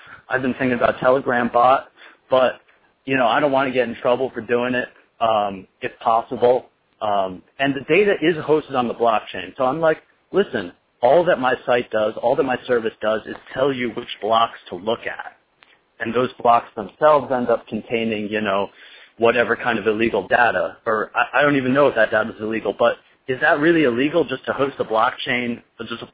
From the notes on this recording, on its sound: Another call in show. I fucked up the recording of my voice because I left the recorder on a table that reverberates and it impacted the recording.